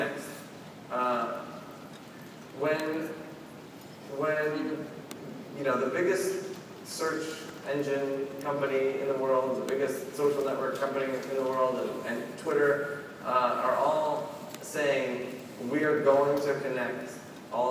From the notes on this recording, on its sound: opening keynote at #PRSAIcon